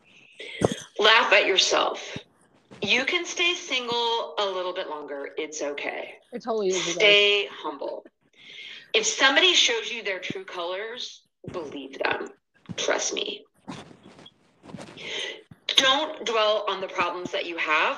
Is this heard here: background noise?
yes